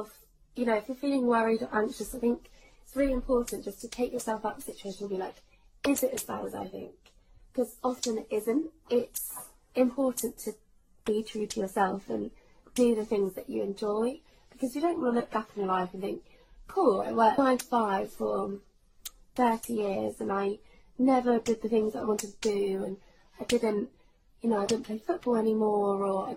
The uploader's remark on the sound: Just recording by myself every other week. Sorry about the microphone problems (the tapping sound) but I only realised once I had recorded.